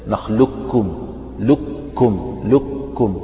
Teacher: أذهب القاف بالمرة بتفخيمها وبجميع صفاتها وأنطق بكاف مشددة، نخلقكم لكم لكم، كأنك تنطق لام بعدها كاف مشددة. وفي · Term: الإدغام الكامل